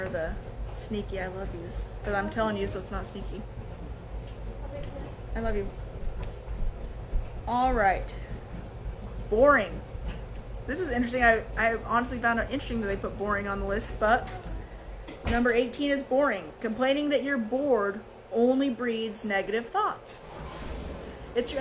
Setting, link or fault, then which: fault, phone or laptop microphone